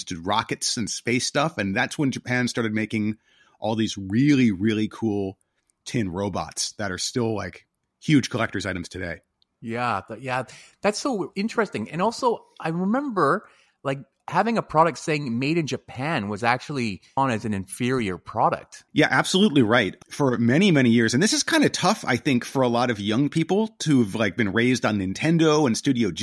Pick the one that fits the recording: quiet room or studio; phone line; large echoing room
quiet room or studio